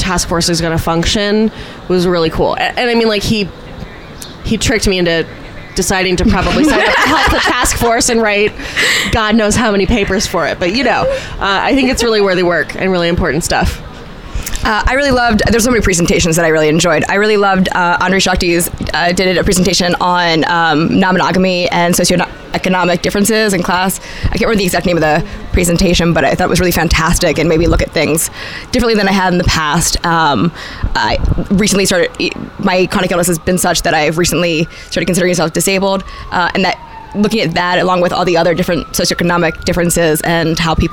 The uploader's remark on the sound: Southwest Love Fest: Live From Arizona. The second annual Southwest Love Fest in Tucson, Arizona, a conference on ethical non-monogamy.